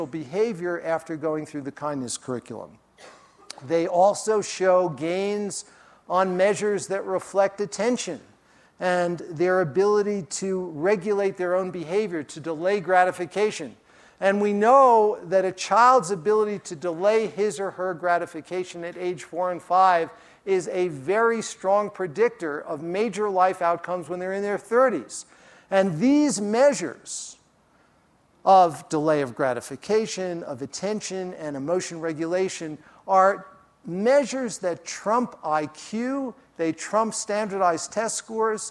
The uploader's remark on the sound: during his talk at the Festival